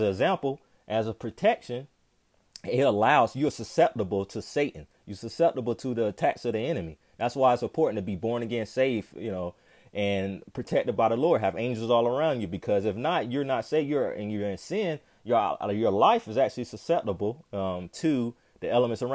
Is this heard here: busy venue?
no